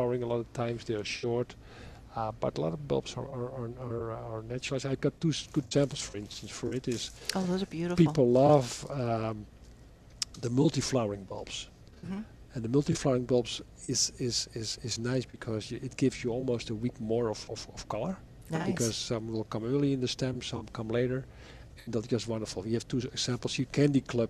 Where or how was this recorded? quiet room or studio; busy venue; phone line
busy venue